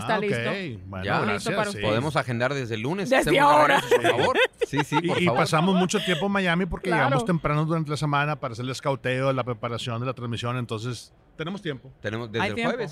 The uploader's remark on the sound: Live From Radio Row